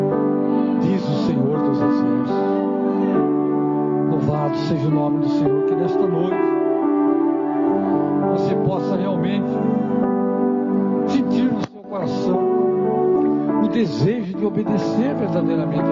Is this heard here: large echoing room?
yes